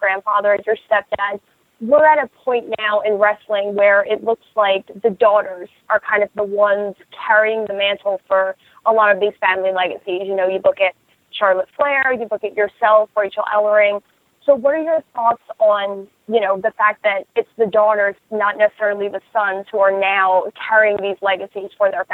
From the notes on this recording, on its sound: Impact Wrestling's August 9, 2018 media call